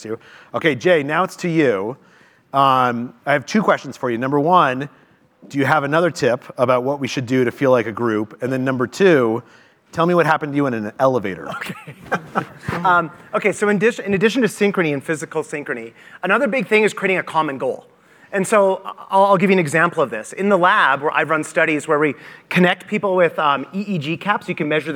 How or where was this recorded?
live audience